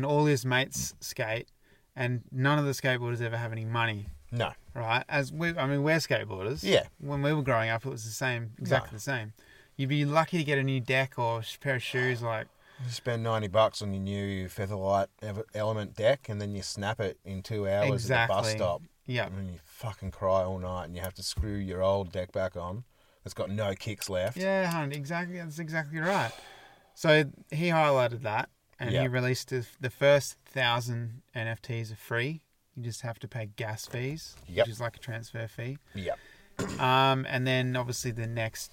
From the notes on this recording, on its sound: Recorded in the car studio at our second favorite camp spot in the southwest of WA, a pork knuckle slow cooking over the hot coals.